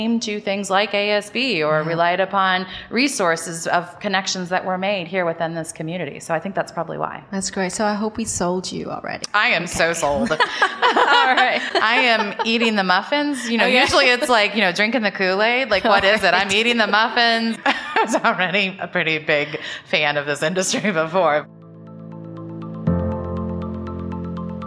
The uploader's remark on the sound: In this special episode recorded live from the show.